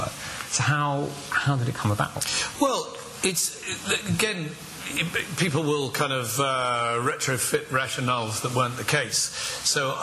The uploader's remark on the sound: Recorded Live At Belfast Media Festival.